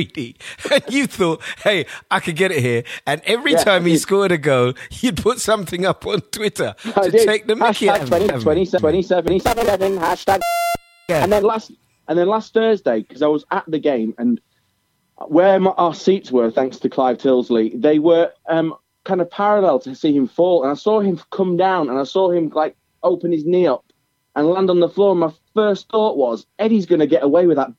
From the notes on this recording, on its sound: on the phone